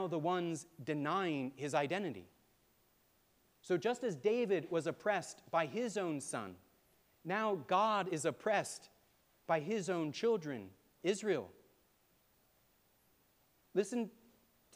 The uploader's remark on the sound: Preached at All Saints Anglican Church in Charlottesville, VA on March 26, 2023.